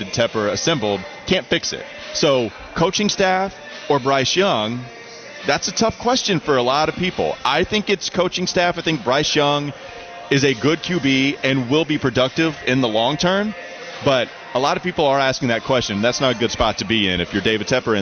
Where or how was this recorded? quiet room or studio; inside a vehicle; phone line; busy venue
busy venue